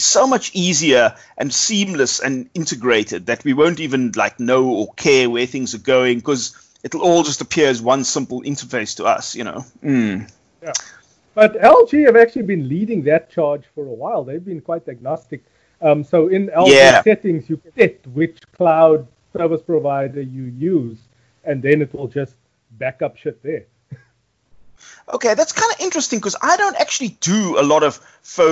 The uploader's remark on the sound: The Skypecast. We apologise for the terrible audio on South Africa's most accessible consumer technology podcast.